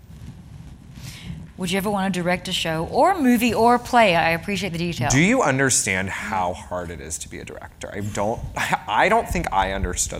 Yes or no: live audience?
yes